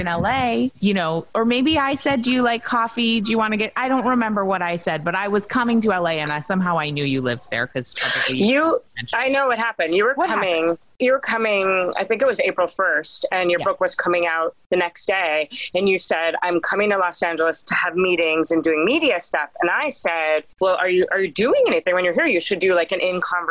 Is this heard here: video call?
yes